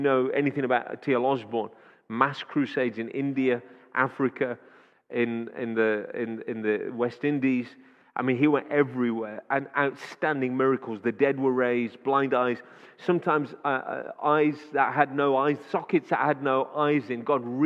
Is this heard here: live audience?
yes